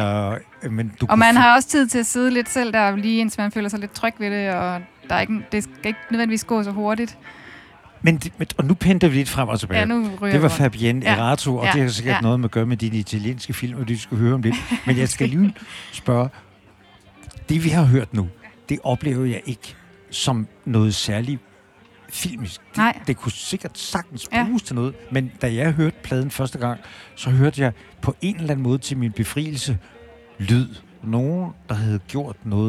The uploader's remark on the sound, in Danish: live og direkte på The Lake under Badesøfestivalen